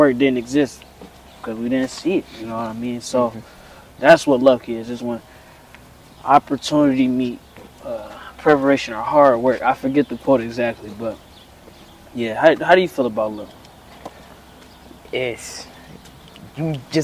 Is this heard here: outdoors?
yes